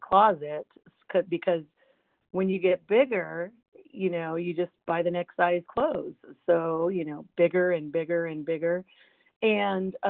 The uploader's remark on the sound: From the 100 Pounders Phone Meeting.